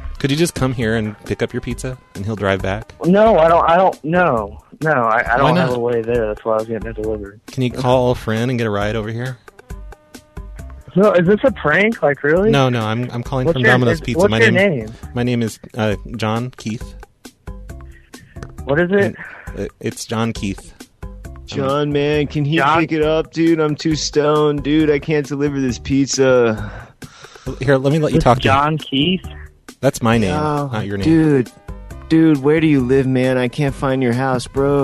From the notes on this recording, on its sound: RBCP's Personal Prank Phone Calls Collection